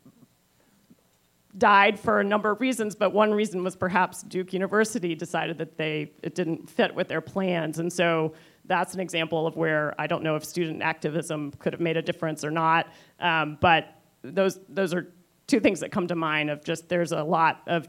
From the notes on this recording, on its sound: Live from the '22 State Energy Conference. NCSEA was lucky enough to be invited back to the 2022 State Energy Conference to host another live recording of the podcast.